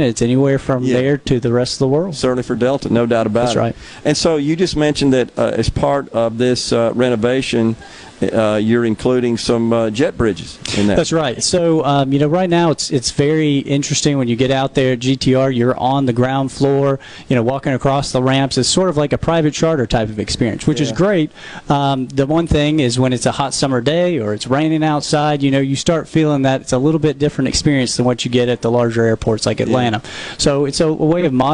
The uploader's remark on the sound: MidDays is LIVE from Mossy Oak in West Point for the kickoff of the 44th Annual Prairie Arts Festival this weekend.